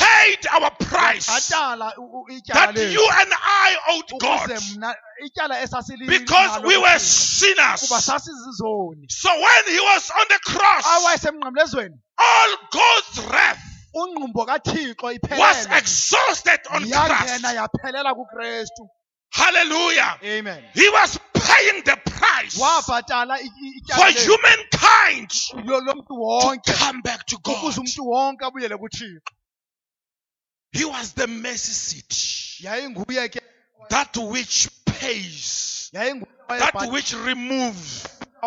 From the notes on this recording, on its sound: Day 2 at the 2018 Passover Conference at Cosmo City Church